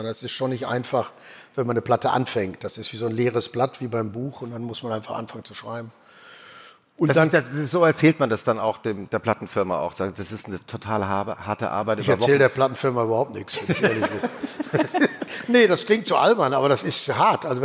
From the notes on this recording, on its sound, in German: Diese Folge wurde im April 2023 vor Publikum während des ZEIT ONLINE Podcast-Festivals im Berliner Westhafen aufgenommen.